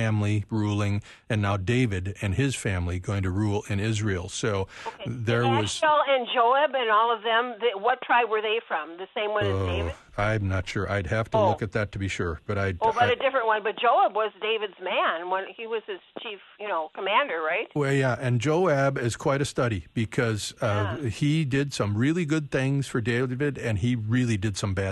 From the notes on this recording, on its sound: We open up the phone lines